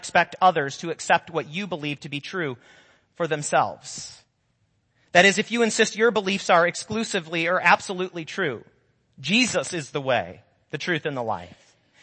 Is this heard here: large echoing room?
yes